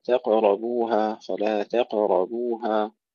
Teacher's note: تفخيم الراء ثم ترقيق الباء